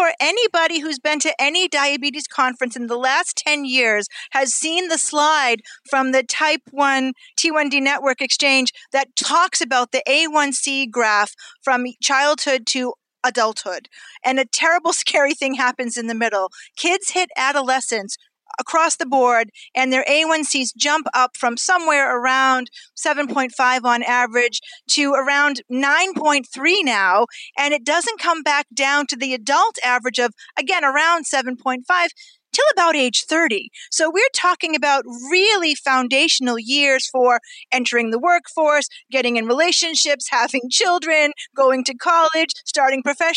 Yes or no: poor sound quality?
no